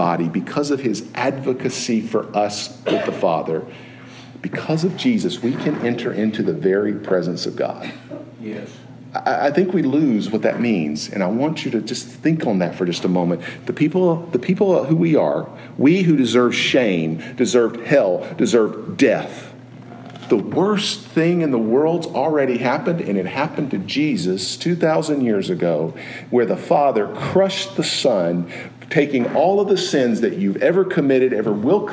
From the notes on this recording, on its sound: Preached at Maple Lawn Baptist Church in Reidsville, NC, on Sunday evening, October 23, 2016.